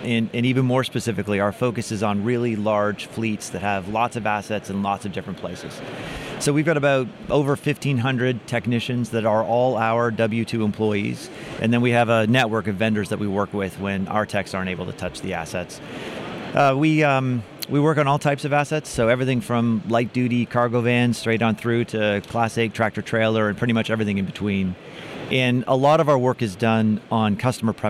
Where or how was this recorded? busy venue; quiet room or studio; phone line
busy venue